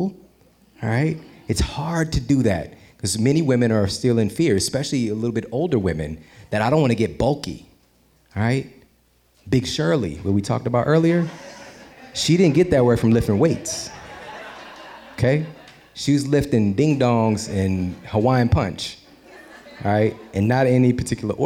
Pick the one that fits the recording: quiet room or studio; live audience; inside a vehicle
live audience